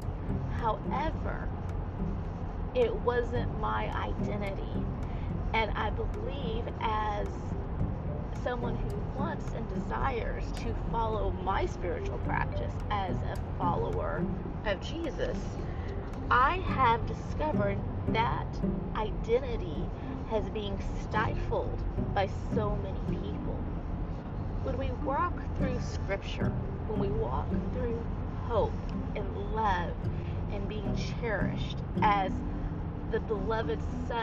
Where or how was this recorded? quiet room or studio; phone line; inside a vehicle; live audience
inside a vehicle